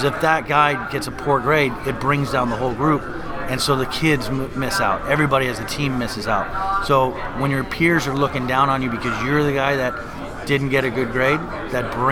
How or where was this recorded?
busy venue